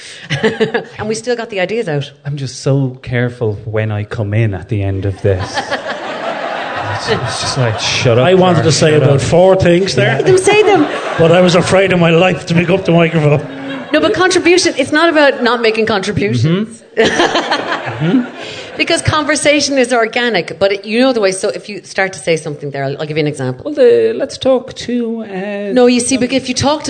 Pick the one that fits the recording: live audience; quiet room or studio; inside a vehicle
live audience